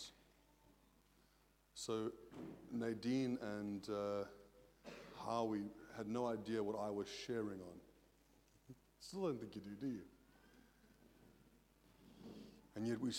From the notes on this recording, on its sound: at Joshua Generation Church Milnerton congregation